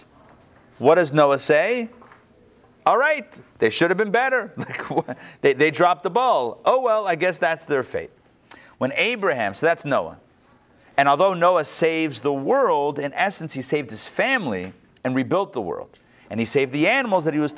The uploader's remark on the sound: Recorded live at the Intown Jewish Academy on October 31, 2021